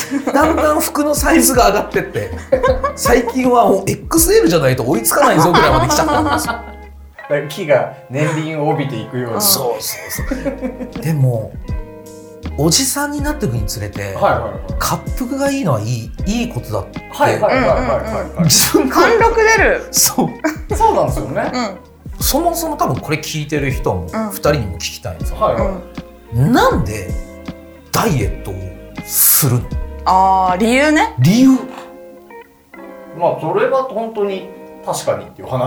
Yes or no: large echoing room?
no